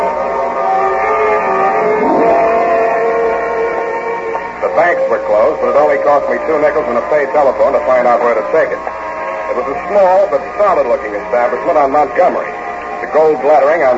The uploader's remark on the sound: Audio is poor, with lots of hum.